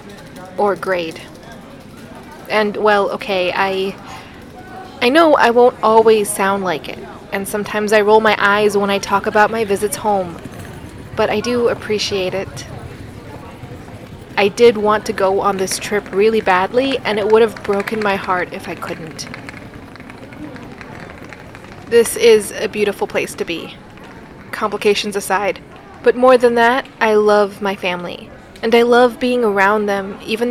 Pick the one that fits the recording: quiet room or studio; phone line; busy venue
busy venue